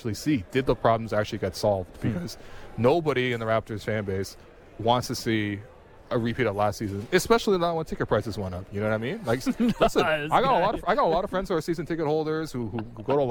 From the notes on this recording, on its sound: Live From Media Day. Live on location from media day.